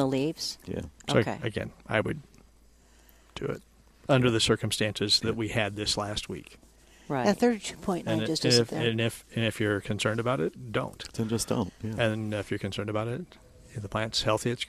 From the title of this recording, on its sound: Plant Experts Live at Prairie Gardens 5-1-21